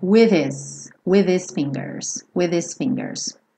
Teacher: esse H do his, ele vai dar uma sumida e você vai ter with his fingers.